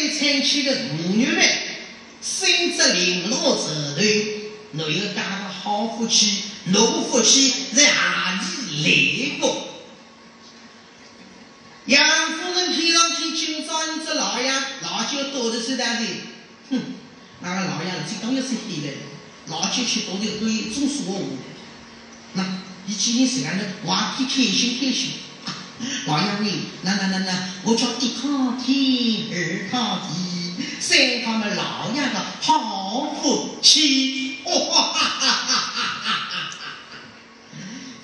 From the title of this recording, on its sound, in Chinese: 莲花书场实况录音